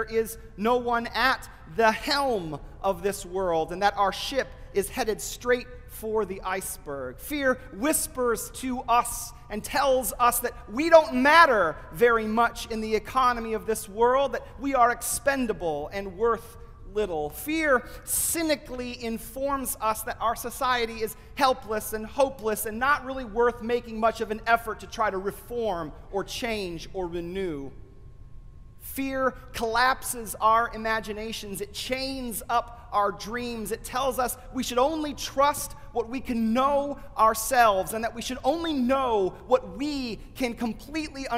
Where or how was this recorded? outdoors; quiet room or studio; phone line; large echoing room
large echoing room